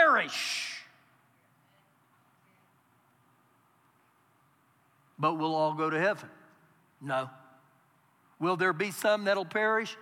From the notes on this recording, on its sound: Recorded live during our Sunday morning service